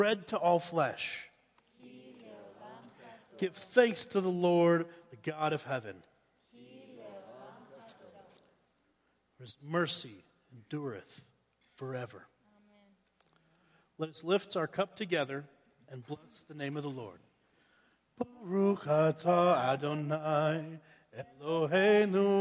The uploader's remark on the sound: Woodland Life Church Live